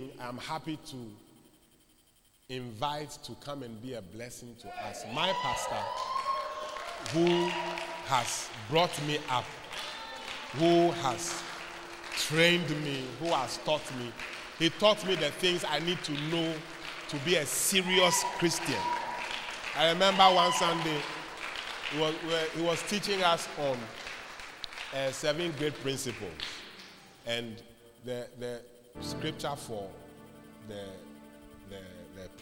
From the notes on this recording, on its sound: Preached at The Proton Convention Day 1 at Berekuso LCI 29032023